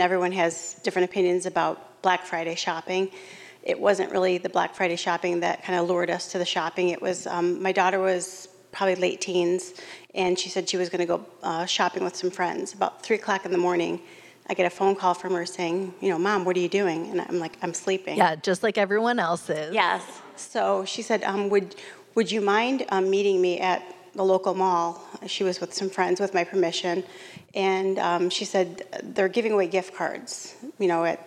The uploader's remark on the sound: In this special live recording. In this recording from our live event.